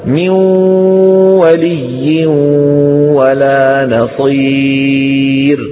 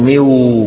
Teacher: ويكون توزيع الصوت 50% 50% بالمناصفة، ما يكون الغلبة للواو ولا الغلبة لمين؟ للخيشوم، بده يكون متساوي · Shown in: first take